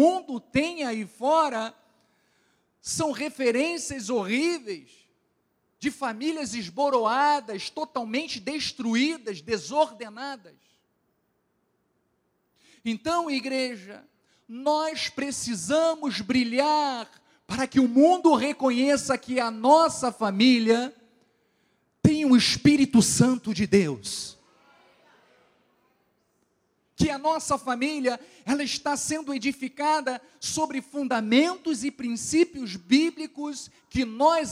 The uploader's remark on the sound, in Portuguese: Culto gravado na Igreja Evangélica Cristo Vive - Rio de Janeiro RJ.